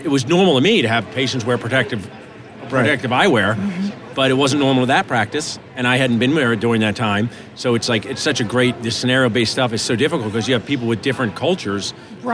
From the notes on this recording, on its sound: Live from the Benco booth at the GNYDM 2019